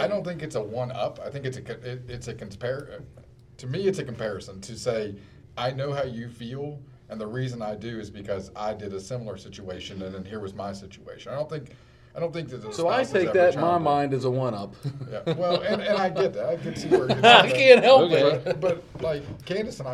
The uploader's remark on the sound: come to you live from the VFW in Westover